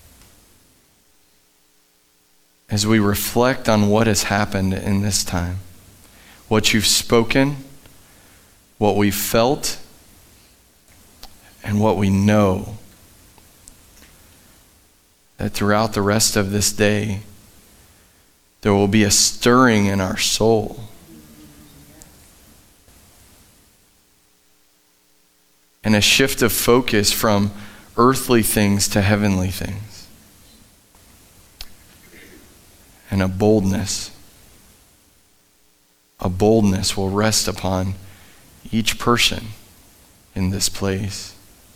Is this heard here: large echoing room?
yes